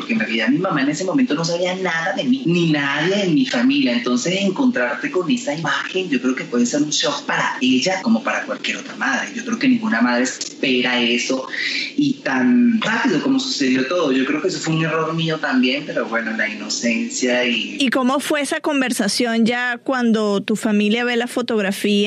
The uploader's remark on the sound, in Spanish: conversó vía Skype desde Bogotá con CNN en Español